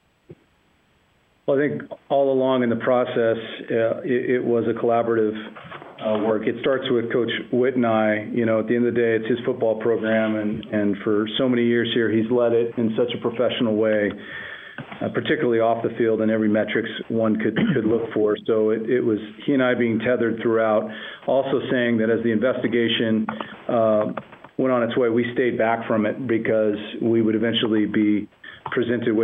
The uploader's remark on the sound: University of Utah - Press Conference. The University of Utah football program held a teleconference on Wednesday afternoon.